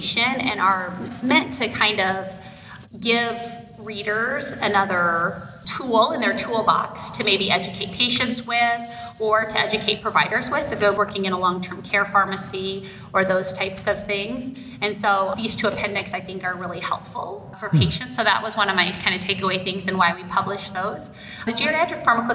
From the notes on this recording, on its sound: interviews LIVE at the 2022 Annual Meeting